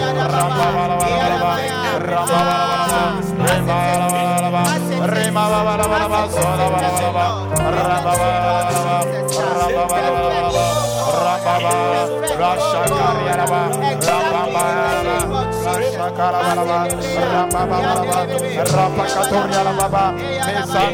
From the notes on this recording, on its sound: Preached at Loyalty House, Abbey, Dahwenya